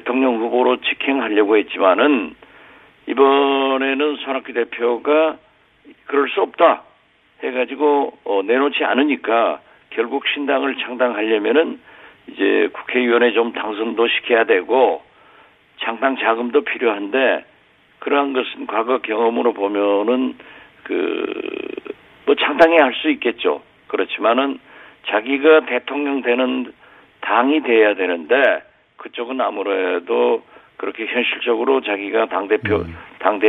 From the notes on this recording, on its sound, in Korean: 전화연결